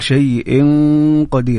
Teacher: يعني الأمر الآخر في شيء قدير، الإدغام بغنة هنا اللي هو التنوين جاء بعده حرف القاف، الغنة لابد أيضا تأخذ من حكم الحرف اللي بعده اللي هو الحرف القاف، قلنا حرف مفخم